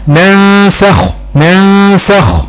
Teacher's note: وراء النون حرف سين مرقق، يبقى الغنة هنا مرققة، يبقى ينطقها زي ينطقها ناسخ ناسخ، تمام.